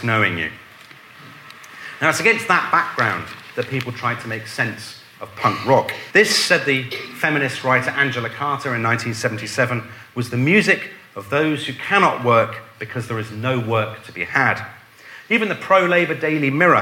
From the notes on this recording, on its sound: a lecture delivered at our History Weekend festival